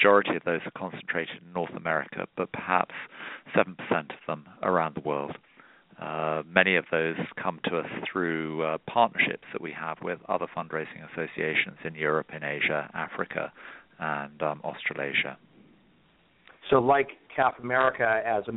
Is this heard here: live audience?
no